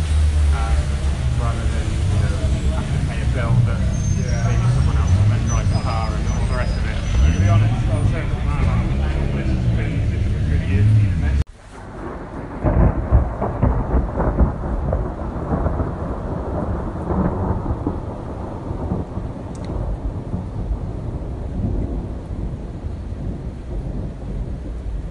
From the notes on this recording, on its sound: Live from trackside in an open test day at Rockingham Motor Speedway.